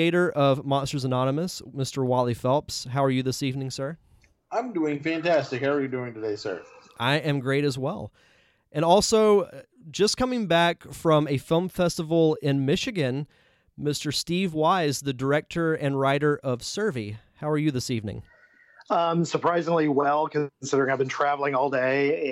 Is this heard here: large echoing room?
no